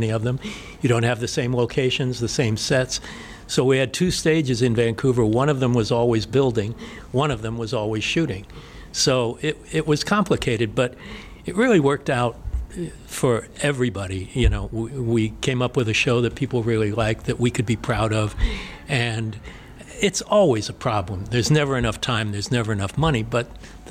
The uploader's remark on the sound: LIVE from the Motor City Legacy Horror Convention in Detroit Michigan